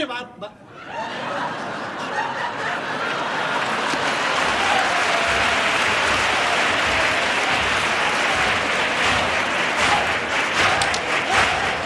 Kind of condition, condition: setting, live audience